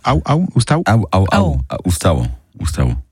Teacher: À la fin, il faut bien faire le son W, ce qu'on appelle une semi-voyelle